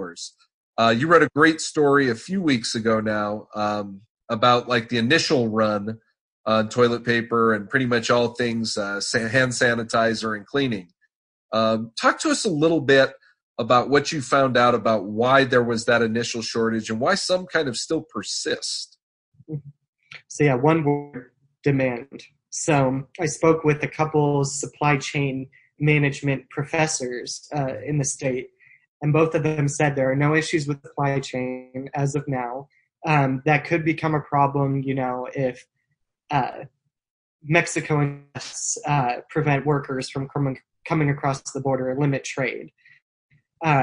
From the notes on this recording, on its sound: For the second of our Zoom-aided podcasts